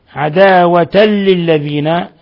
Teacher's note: تنوين فتح جاء بعده اللام الحكم التجويدي إضغام بغير غنة